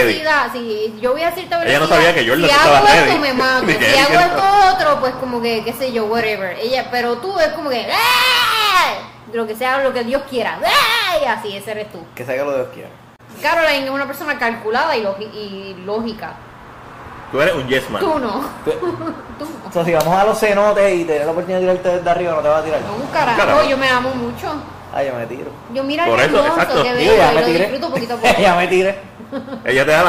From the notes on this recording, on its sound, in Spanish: Este episodio lo grabamos en BURGR BLVD 868